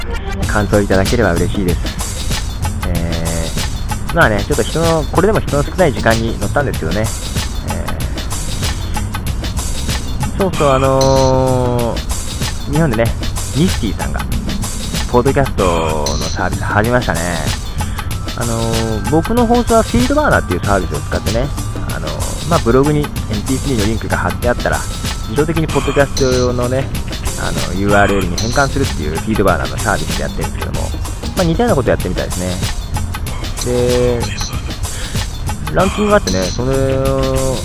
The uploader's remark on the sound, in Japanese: 愛知県を走るリニアモーターカー「 Linimo（リニモ） 」に乗りました。その様子を音を録ってみたんですが、なかなか人前でiPodに録音するのが難しい上に、リニアモーターカーも思いのほか静かで、とても臨場感のないリニアモーターカー乗車レポートになってしまいました。